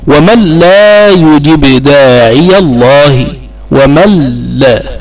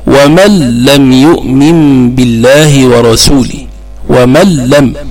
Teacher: إدغام النون الساكنة في اللام